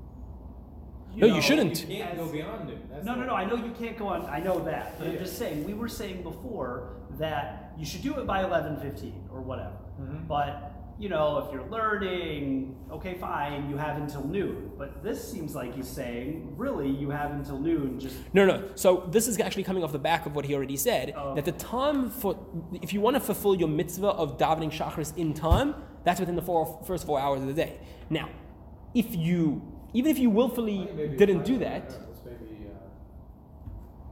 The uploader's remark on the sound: Recorded live at The Torah Center ATL on June 6, 2023